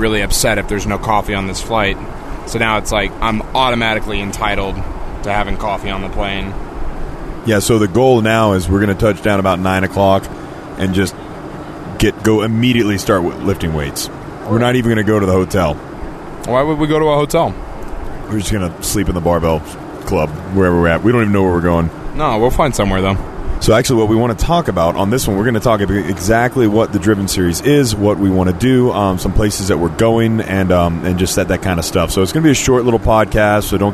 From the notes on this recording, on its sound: Recorded at 30,000 ft